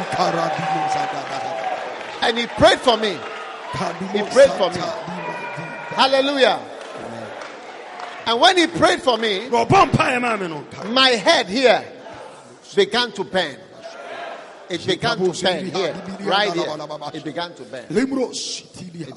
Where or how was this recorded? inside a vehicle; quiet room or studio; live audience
live audience